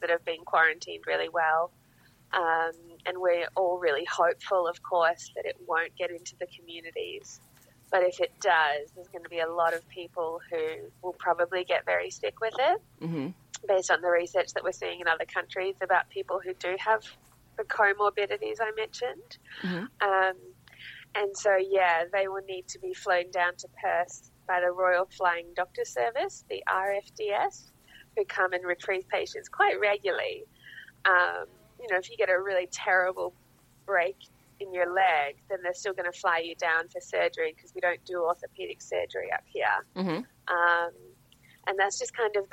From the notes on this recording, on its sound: recording via a facebook messenger call and a blutooth speaker up against a microphone